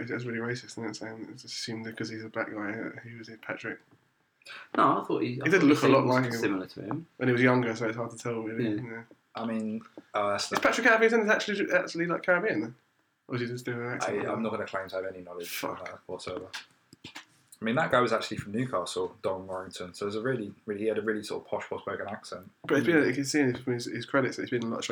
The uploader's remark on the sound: Apologies for the quality of the recording across these 3 episodes. The laptop had switched mic inputs.